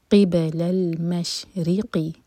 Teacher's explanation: ری باریک ہوگا، راہ کے نیچے کسرہ ہے